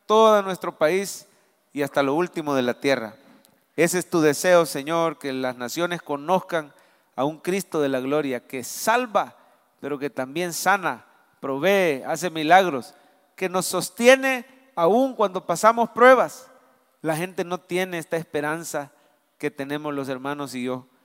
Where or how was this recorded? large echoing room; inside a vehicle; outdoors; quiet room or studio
large echoing room